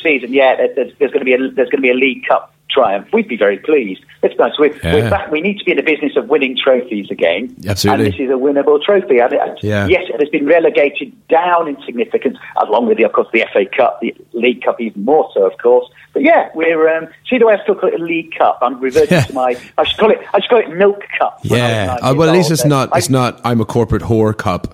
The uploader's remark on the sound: telephone host